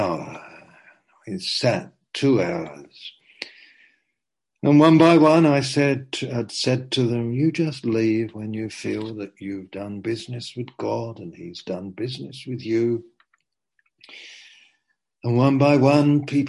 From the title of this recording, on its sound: Zoom - Teign Valley Sessions